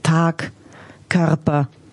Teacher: dass P, T, K nicht weich gesprochen wird, guten Tag, sondern dass die hart bleiben